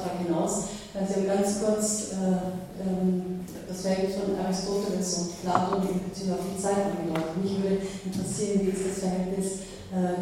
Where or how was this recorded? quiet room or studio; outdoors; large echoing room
large echoing room